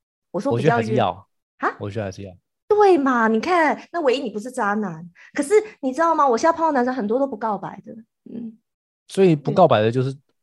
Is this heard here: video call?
yes